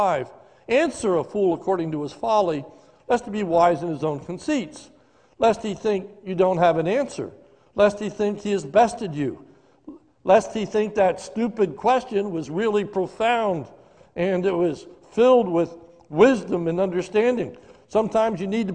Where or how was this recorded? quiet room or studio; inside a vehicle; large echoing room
large echoing room